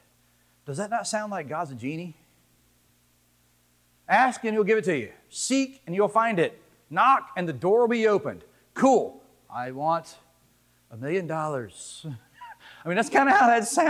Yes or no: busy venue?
no